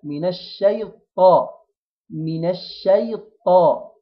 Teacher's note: حرف الطاء مش من حروف الهمس، يعني ما نخرجش معاه هواء، ما نقولش من الشيطان، لا من الشيطان، من الشيطان.